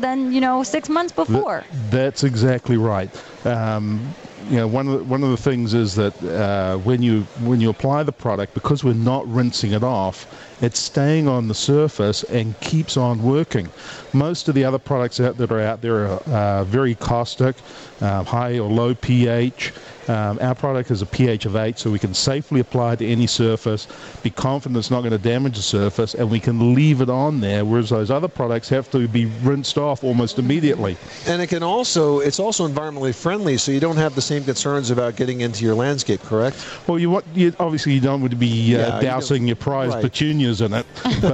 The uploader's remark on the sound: Live Broadcast from The National Hardware Show, Las Vegas, Nevada.